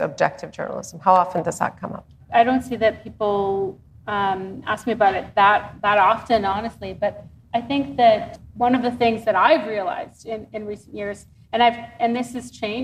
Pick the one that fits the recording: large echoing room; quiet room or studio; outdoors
large echoing room